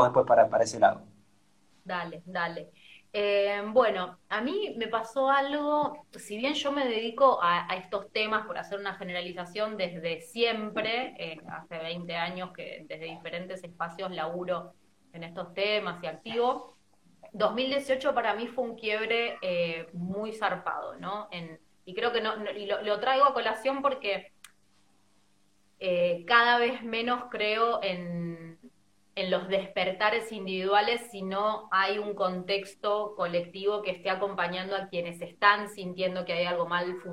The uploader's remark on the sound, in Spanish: Audio de la charla en vivo por Instagram